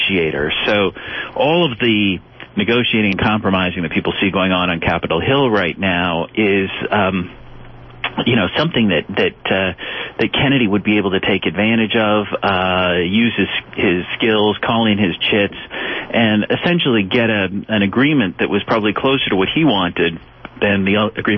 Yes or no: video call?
no